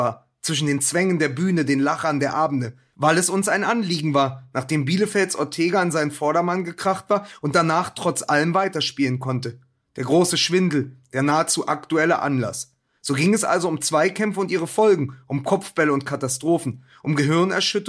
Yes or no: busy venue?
no